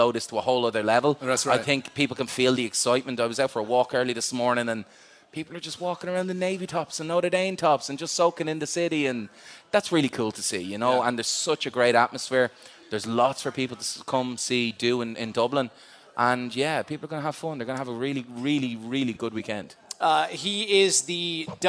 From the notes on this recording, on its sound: LIVE from Dublin, Ireland for the Aer Lingus College Football Classic